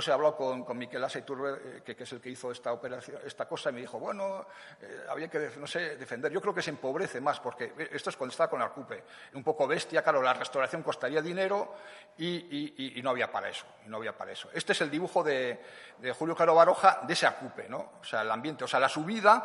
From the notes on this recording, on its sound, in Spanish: La mesa redonda tuvo lugar el 23 de mayo de 2017 dentro de la jornada titulada “Actuaciones arquitectónicas en el Patrimonio edificado” en el Museo San Telmo.